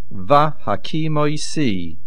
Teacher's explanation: The stress is on the Si. And make sure you make a Patach under the Vav.